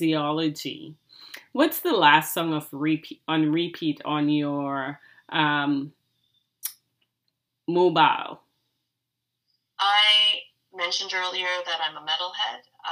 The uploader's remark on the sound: The audio on this one is rough but the content is great!